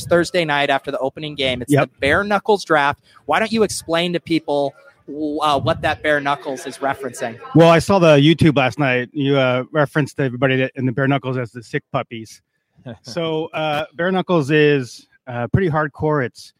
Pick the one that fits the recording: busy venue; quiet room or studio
busy venue